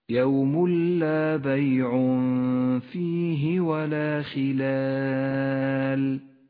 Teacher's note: بعد ذلك الإدغام بلا غنة بنفس الآية في قوله تعالى يوم لا بيع فيه. يوم لا، التنوين وبعده حرف اللام، يسقط التنوين من اللفظ، ولذلك هو رمادي اللون، وأما اللام التي بعده فتشدد هكذا يوم لا بيع فيه ولا خلال.